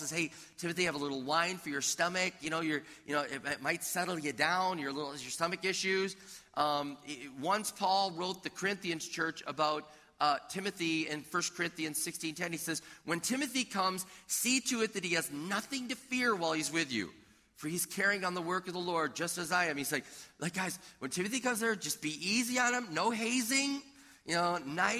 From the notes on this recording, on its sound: This audio was taken from a previously recorded video at River Valley Church in Minnesota.